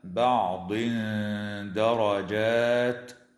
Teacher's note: ويخفى التنوين عند الدال مع الغنة مرققة